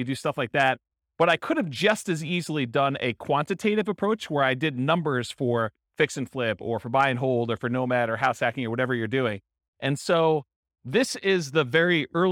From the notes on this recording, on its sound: Real estate entrepreneurs in Grand Rapids, Michigan. This was a live class recorded.